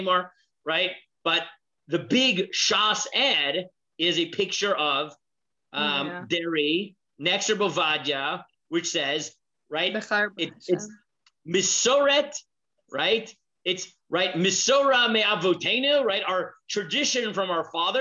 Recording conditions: video call